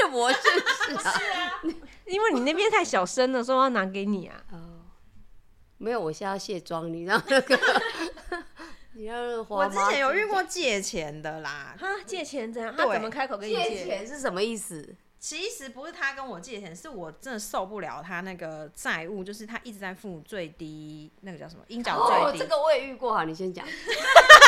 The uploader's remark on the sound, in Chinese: 所以前幾天兩位好友來家裡住幾天，晚上喝酒閒聊，即使只有一隻麥克風，導致收音效果忽大忽小，但實在太有趣了依舊決定開錄！